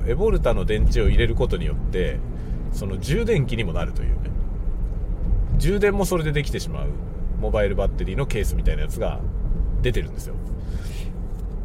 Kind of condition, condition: setting, inside a vehicle